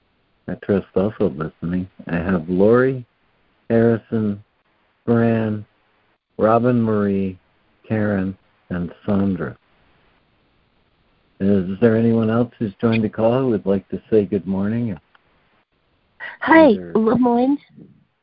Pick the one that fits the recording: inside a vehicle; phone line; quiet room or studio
phone line